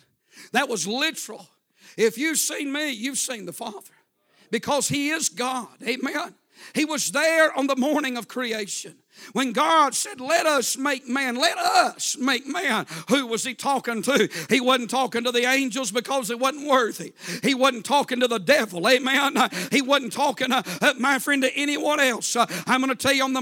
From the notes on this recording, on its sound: A sermon preached Sunday Morning, on August 20, 2023.